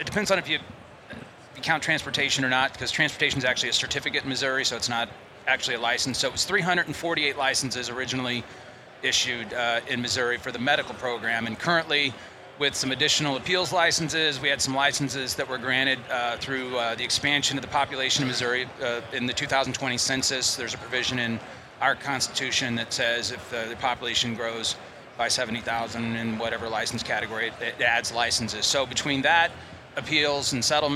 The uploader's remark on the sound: Recorded at MJBizCon 2023